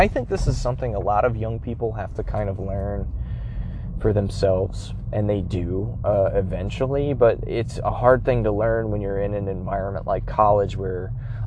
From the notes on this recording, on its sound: I recorded the audio in my car so the quality won't be as good as usual.